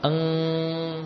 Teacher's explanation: untuk nun yang bertemu kaf, ya, maka suara gunnah utuh di hidung